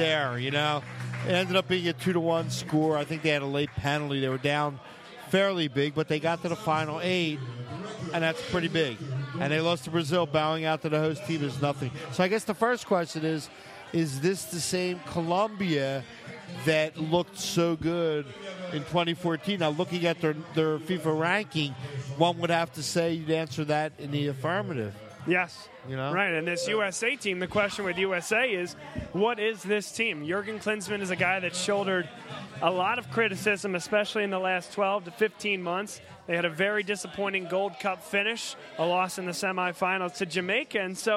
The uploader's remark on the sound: Vuvu Soccer was live at Villa Capri in Doylestown!